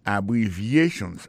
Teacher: Abbreviations, accent tonique là, tombé sous troisième syllabe là. N'a mot ça, gain quatre syllabes.